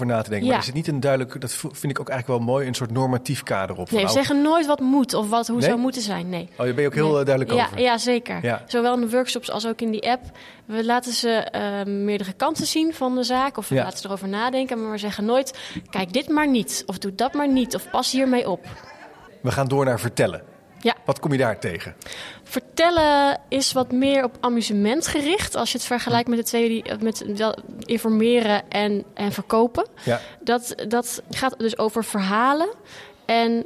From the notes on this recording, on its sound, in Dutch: In deze aflevering loop ik door het Beeld en Geluid museum in Hilversum! Op ontdekkingsreis bij Beeld en Geluid in Hilversum.